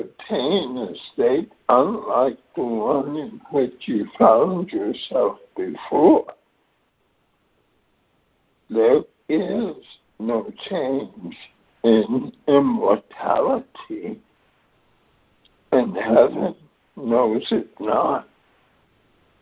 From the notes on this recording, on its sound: ACIM Daily Conference Call